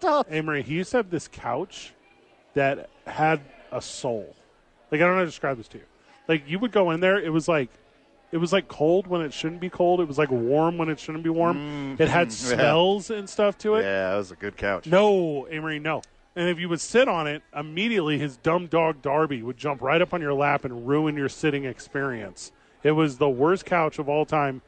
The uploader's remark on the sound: live at American Home Furniture supporting a blood drive